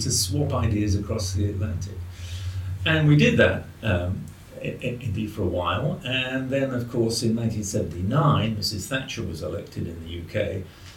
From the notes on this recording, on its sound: Recorded in Oslo, Norway at the 2022 Mont Pelerin Society Conference